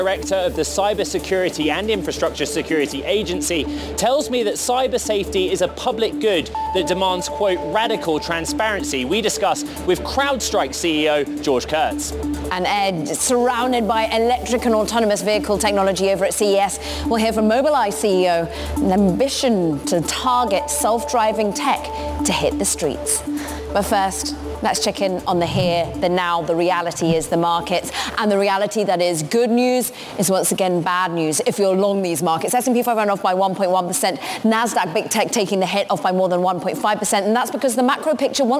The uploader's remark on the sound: live from CES in Las Vegas